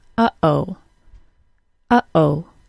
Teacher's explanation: The glottal stop is that sound in the middle of the word, uh-oh, uh-oh. It's created when we briefly close our vocal cords deep in our throat.